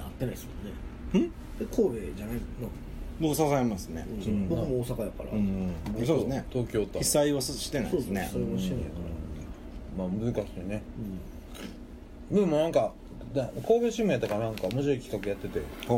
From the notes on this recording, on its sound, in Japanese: 神戸、SPACE DOG!RECORD(お店)より。